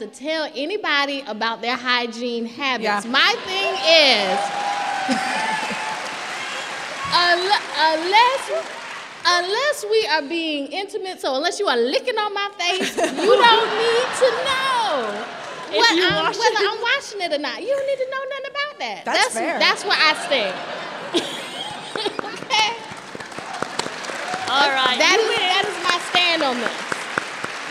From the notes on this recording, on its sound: This is a special episode, recorded in front of a live audience at the Harris Theater in Chicago, IL.